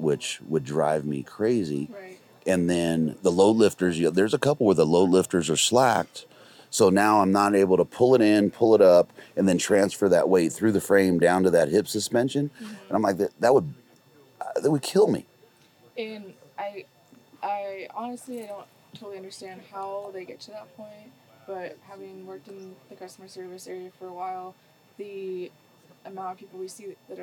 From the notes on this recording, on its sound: Live from the second annual Western Hunt Fest. After two days of elk-calling competition, seminars, 3D courses, and The PackOut challenge.